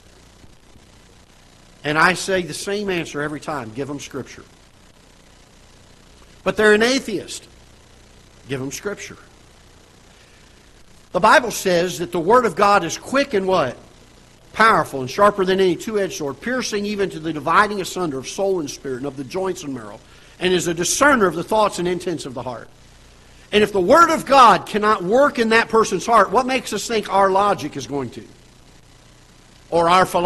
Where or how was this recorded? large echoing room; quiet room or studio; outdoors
large echoing room